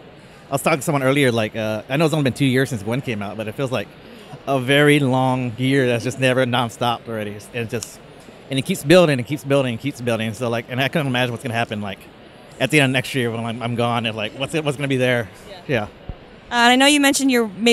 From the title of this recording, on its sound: Interview at New York Comic Con NYCC 2016